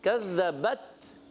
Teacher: شدت کی وجہ سے سختی سے آواز بند ہوتی ہے پھر ہمس کی وجہ سے پستی اور نرمی کے ساتھ سانس جاری ہوتے ہیں